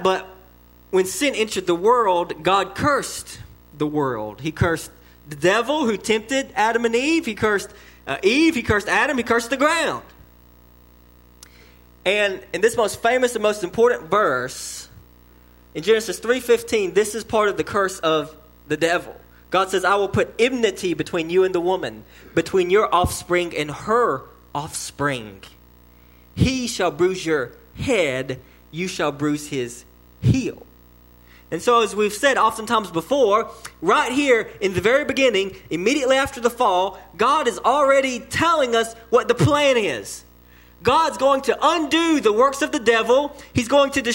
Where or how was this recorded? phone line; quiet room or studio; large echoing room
large echoing room